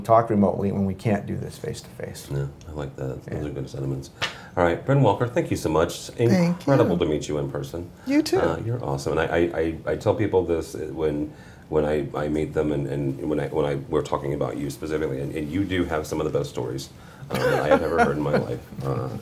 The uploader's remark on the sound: Live From ISE 2022. We are in person in Barcelona.